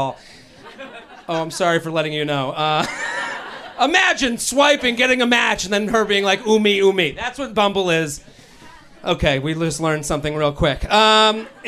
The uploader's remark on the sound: LIVE At The Village Underground